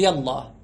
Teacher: طبعا إذا وصلت الهمزة يصير التقاء ساكنين، يصير التقاء ساكنين فتحذف ألف النداء، تصير يا الله، تلتقي الألف ألف النداء مع لام لفظ الجلالة التي هي ساكنة، لأن همزة الوصل لا عبرة بها، فتلتقي مع اللام الساكنة، فلا بد أن تحذف الألف الأولى من النطق. كتابة تكتبها من النطق تحذفها، تقول يلا.